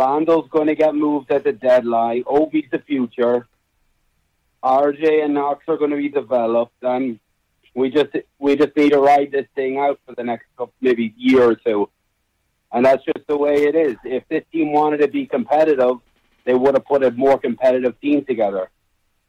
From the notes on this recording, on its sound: Take phone calls from fans around the world. Phone calls begin at 12:55.